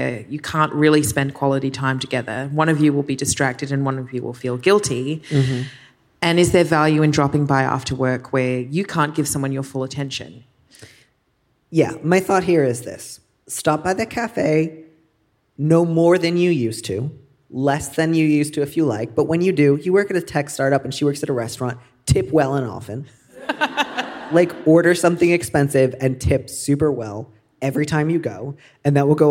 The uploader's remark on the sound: Recorded live at Storey Hall in Melbourne, Australia.